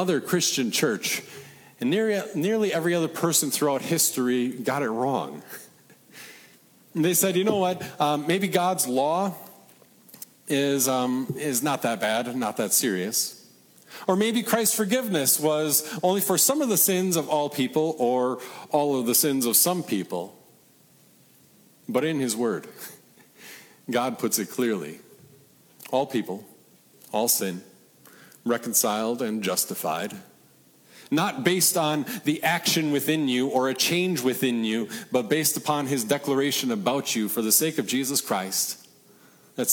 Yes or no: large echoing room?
yes